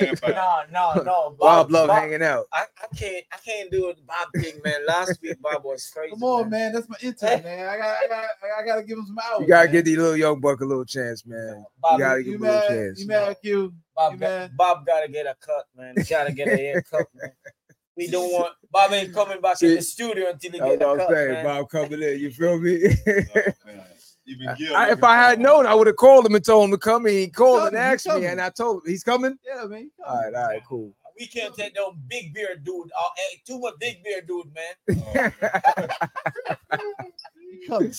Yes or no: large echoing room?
no